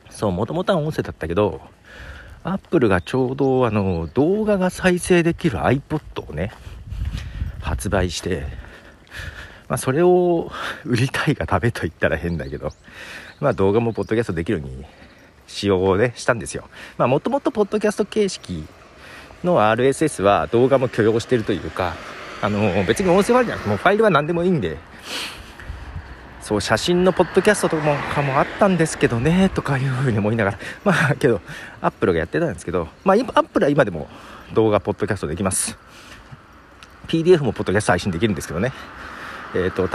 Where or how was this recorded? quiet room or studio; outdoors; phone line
outdoors